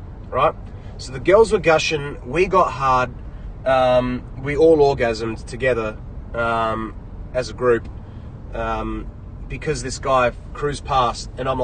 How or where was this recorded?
inside a vehicle